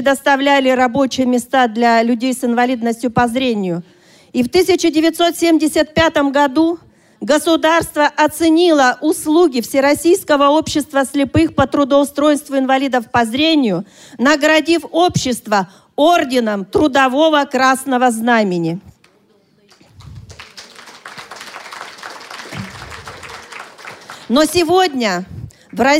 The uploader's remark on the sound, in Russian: Аудиозапись торжественной церемонии открытия мероприятия. Аудиозапись торжественной церемонии открытия Международного образовательного реабилитационного форума ВОС «Интеграция 2018».